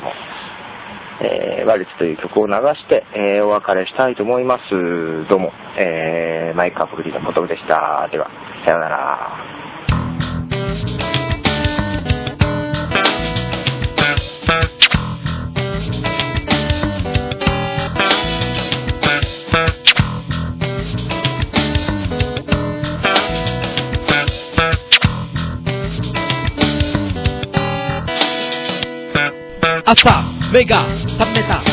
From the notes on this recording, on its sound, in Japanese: ポッドキャストの録音は外出時がほとんど